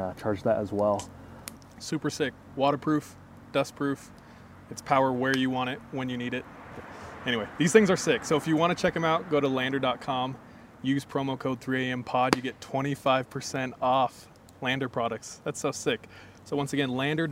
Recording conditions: inside a vehicle